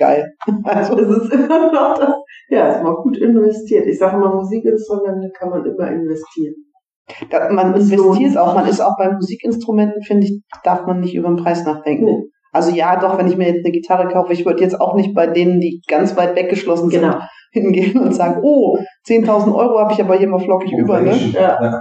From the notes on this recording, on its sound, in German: Sorry für die nicht so gute Tonqualität, manchmal steckt man nicht im Detail!